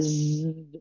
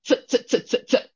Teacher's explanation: a Zion makes a sound, it's a continuous sound · Shown in: first take · a Z, but a Tzadi has to be pronounced as each in its own sound.